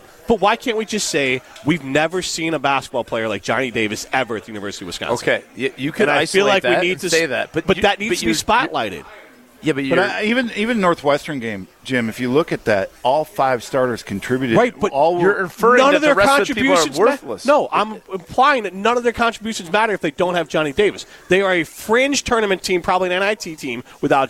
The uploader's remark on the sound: live from Daly's in Sun Prairie